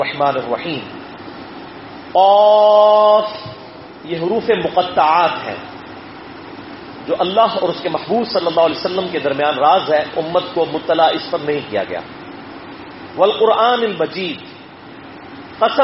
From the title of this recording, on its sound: Audio Recorded in Quaid-e-Azam University Islamabad on 19-May-2016